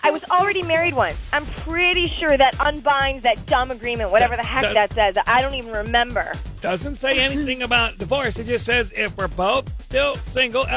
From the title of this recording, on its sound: Friday Phone Jacks Prank Call